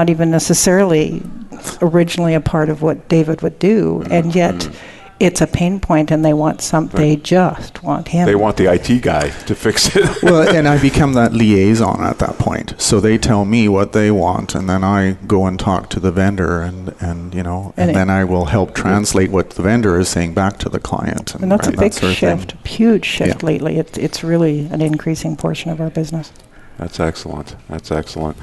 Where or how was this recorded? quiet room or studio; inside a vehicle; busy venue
busy venue